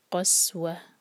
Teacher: فہیا کالحجارت او اشد قسوہ، قاف ہیوی، اور تا مربوطہ پر جب ہم رکتے ہیں تو وہ ہا میں چینج ہو جاتا ہے